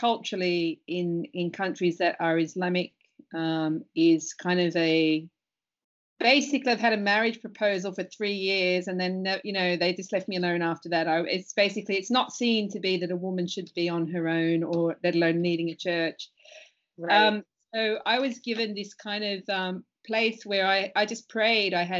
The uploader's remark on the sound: because it was internet video chatting, be prepared for occasional sound quality issues